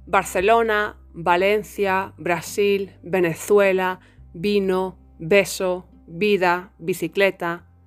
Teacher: In Spanish, there isn't any difference between how we pronounce the letter B and the letter V. They are both pronounced like a B, B.